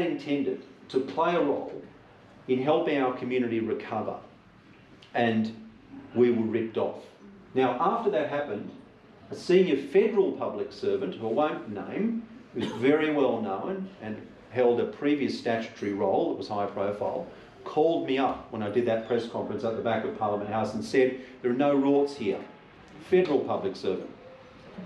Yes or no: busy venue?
yes